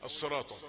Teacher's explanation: الطاء دي مفخمة، ومفخمة تفخيم كبير لأنها مفتوحة في الدرجة الثانية. الدرجة الأولى التفخيم المفتوح وبعده ألف، حرف التفخيم المفتوح وبعده ألف.